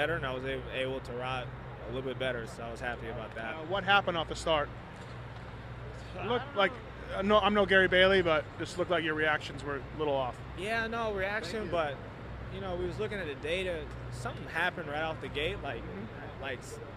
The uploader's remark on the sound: St.Louis 2012 Post-race Interviews.